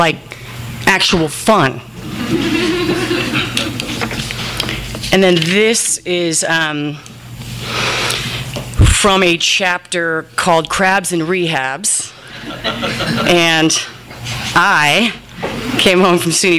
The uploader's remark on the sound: THIS EVENT WAS RECORDED LIVE AT SKYLIGHT BOOKS OCTOBER 14, 2011.